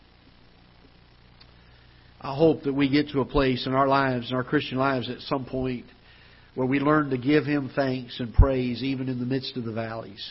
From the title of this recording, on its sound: Ketha Heights Baptist Church ~ Live Broadcast